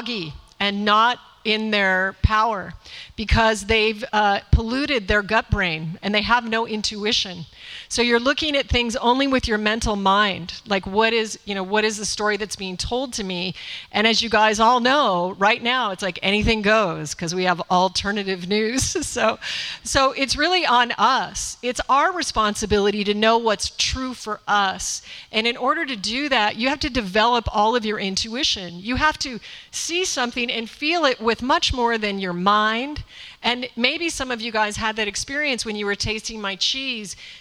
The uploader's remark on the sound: A Q&A that was recorded before a small live audience. At Sacred Space in Miami at …'s This Cheese Is Nuts! Book launch event.